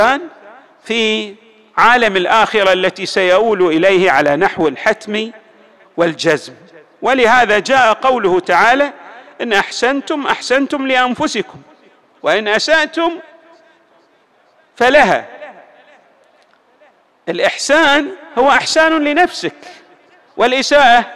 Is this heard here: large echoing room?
yes